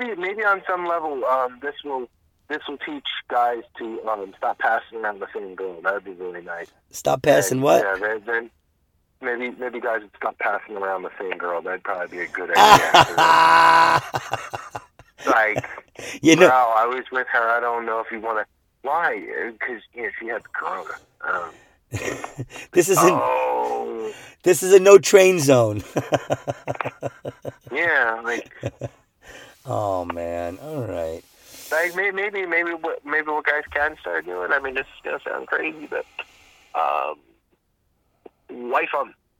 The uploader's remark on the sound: we are recording in the car